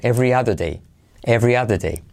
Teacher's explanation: dicho rápido, every other day, la R casi no se pronuncia